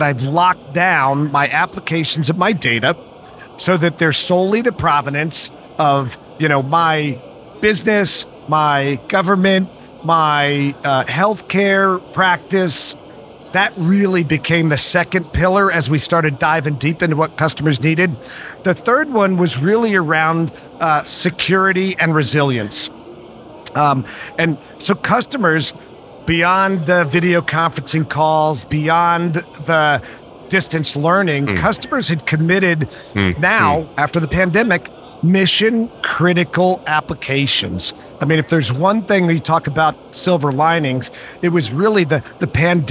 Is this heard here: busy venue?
yes